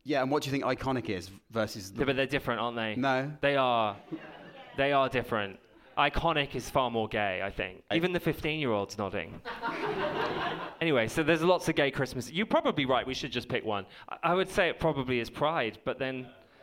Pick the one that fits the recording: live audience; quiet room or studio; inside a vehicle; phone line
live audience